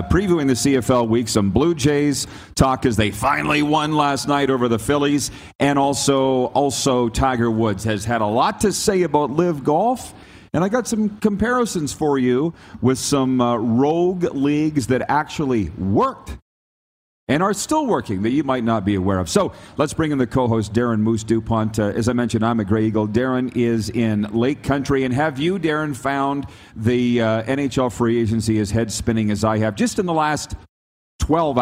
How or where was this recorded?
busy venue